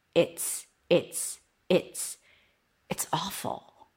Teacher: The z sound became an s because the t is voiceless. So it affected the z sound of the is.